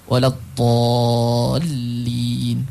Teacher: Mad lazim kalimi muthaqqal wajib dibaca dengan 6 harakat.